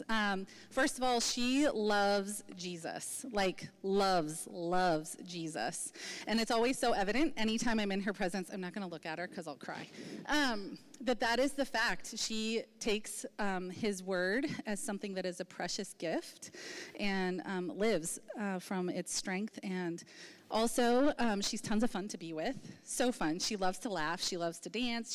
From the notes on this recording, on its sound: Recording from 11/11/23 Women's Brunch.